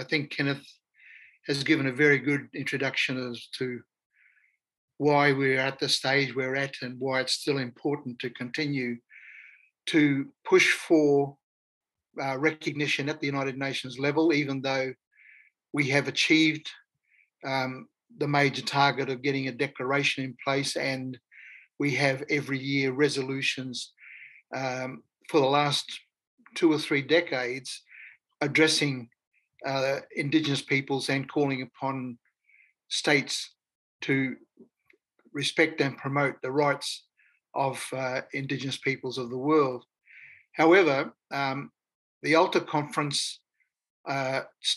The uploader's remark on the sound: Today’s episode is a recording of the virtual dialogue of the Indigenous Coordinating Body